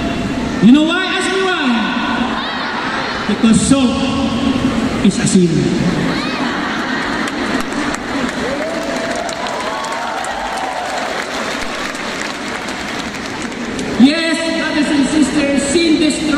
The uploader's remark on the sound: This talk was recorded from Rizal Grand Feast 2016